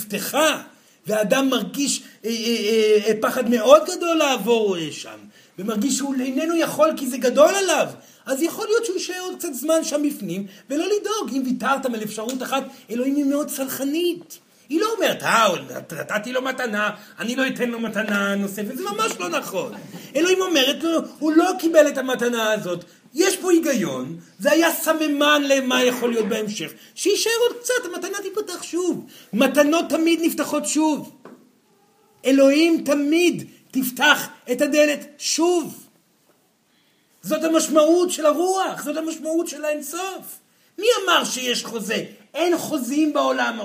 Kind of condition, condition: setting, live audience